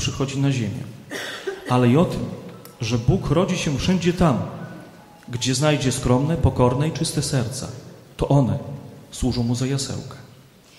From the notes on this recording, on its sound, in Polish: Podleśnej 2 w Białymstoku, odbywały się koncerty kolęd w ramach 42 Prawosławnych Wieczorów Kolęd organizowanych przez Prawosławną Diecezję Białostocko-Gdańską. Przed publicznością zaprezentowały się liczne chóry i zespoły muzyczne.